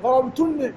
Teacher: فأدغمت الميم في النون إدغاما واجبا. ليش؟ تقاربهما في المخرج، سمونا إدغام متقارب المخرج.